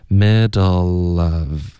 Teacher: L 音有时候呢怎么样怎么样然后有一大堆的说法然后说这是一个 dark L 重点就是它是一个 L OK 所以你的舌尖一定要顶上颚有的老师会说不用顶上颚还是需要顶 OK 我个人的看法就是还是需要顶上颚所以这里什么 dark L light L 呢我就不跟你斟酌这个词到底代表什么可是重点就是它是需要连读你说 middle 然后后面带一个元音的时候呢这个前面的辅音一定要连到后面的元音 middle 结尾你的舌尖要顶上颚